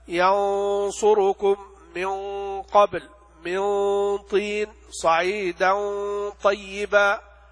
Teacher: تمييز الغنة إذا جاء بعدها حرف مفخم أن تفخم الغنة